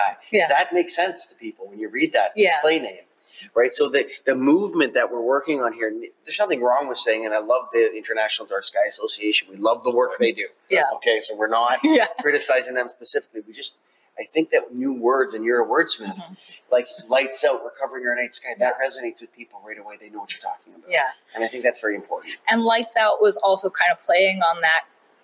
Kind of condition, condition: setting, busy venue